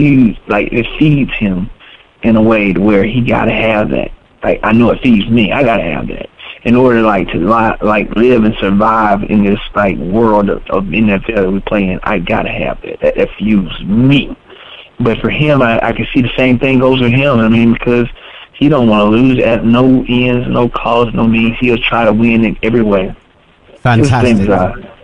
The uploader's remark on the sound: joins us on the phone